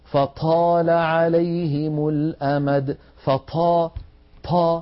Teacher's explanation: بعض إخواننا متأثرا باللهجات العامية ينطقها مهموسة